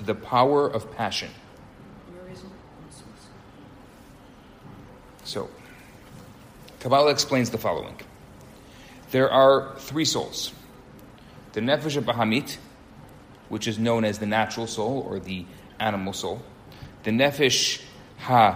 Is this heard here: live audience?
yes